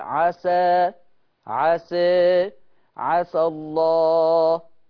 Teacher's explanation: لكن لو وقفت على عسى، لو وقفت على عسى هتترد الالف تاني